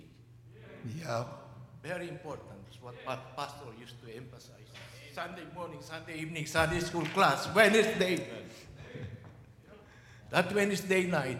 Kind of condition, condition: setting, live audience